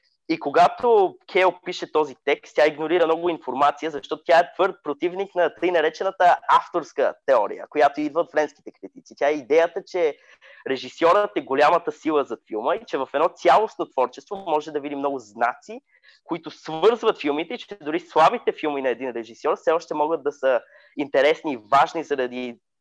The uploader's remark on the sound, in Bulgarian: Тихо, филмът започва... по Zoom